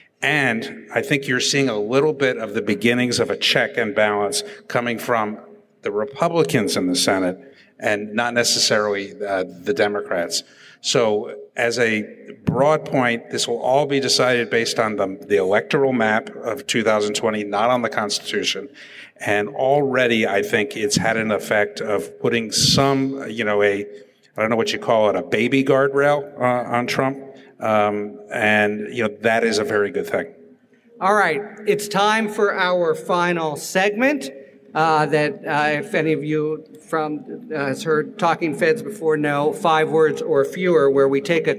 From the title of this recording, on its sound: LIVE from Politicon in Nashville, Tennessee